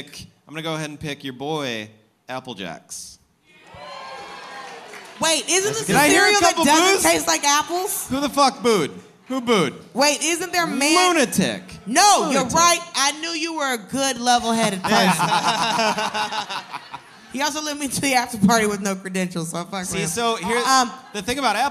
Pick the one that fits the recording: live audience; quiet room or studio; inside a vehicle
live audience